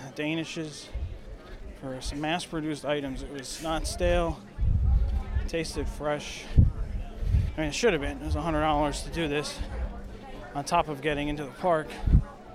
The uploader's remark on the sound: This is a show recorded live inside EPCOT, taking in the sounds and details of this special day.